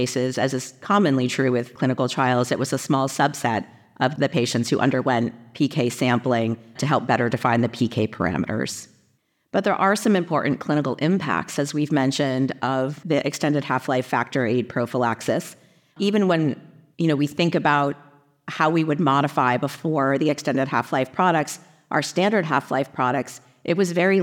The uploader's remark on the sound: In this new PeerView activity based on a recorded symposium at the 75th Annual Bleeding Disorders Conference.